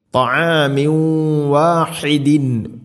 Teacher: തൻവീനിനെ വ എന്ന അക്ഷരത്തിലേക്ക് ഇദ്ഗാം ചെയ്ത് മണിച്ചുകൊണ്ട് ഉച്ചരിക്കണം. · Term: ഇദ്ഗാം ബിഗുന്ന